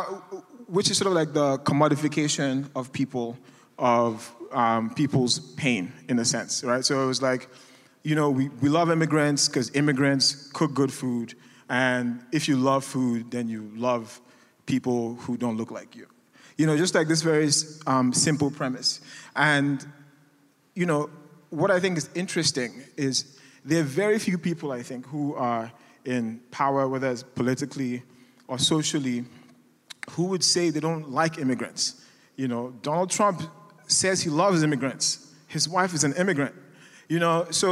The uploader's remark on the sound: Capture the sights and sounds of the summit’s prominent speakers at an event. Food professionals from across the country gathered in Atlanta, GA.